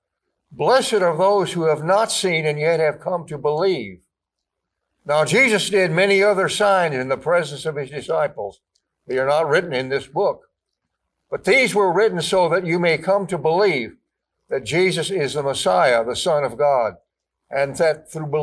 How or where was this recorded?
large echoing room